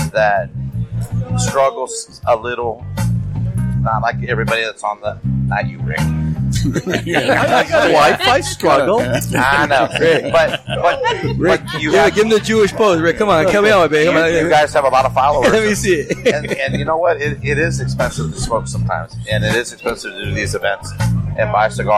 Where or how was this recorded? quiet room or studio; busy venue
busy venue